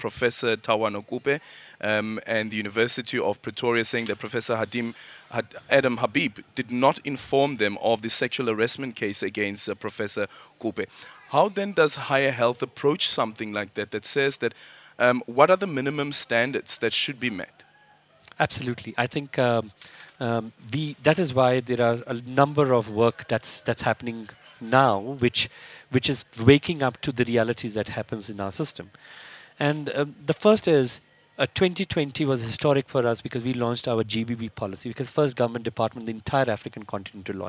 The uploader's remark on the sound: We continue our live broadcast from Birchwood Hotel in Boksburg where Minister for Higher Education, Science and Innovation is hosting the inaugural Transforming MENtalities Summit.